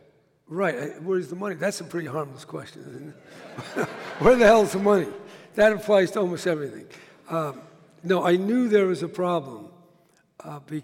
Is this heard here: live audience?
yes